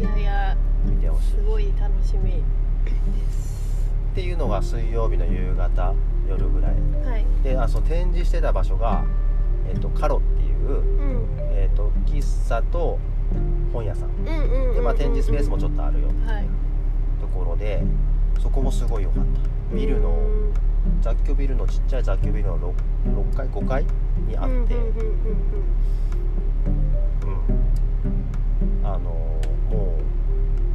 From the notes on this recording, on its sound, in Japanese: 初野外！俺たちの有明海後編。30度超え太陽の下の暑さに耐えられず、近くに停めていた車に移動して後編。